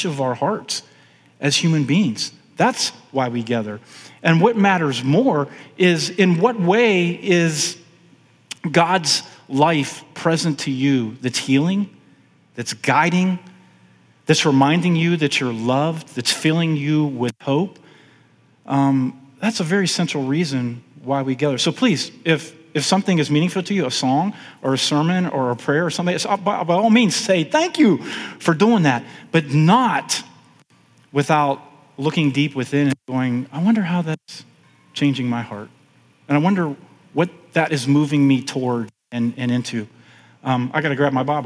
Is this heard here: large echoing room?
yes